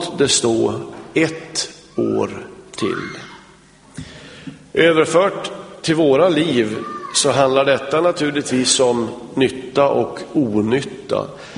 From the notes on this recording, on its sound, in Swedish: Inspelad i Smyrnakyrkan, G&#246;teborg 2006-01-01.